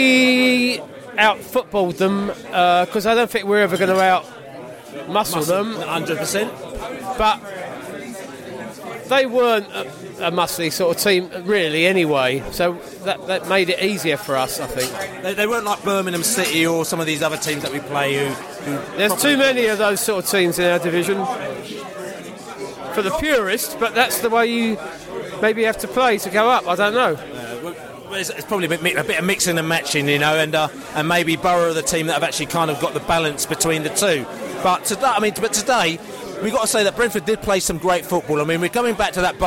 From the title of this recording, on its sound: post -match podcast from the pub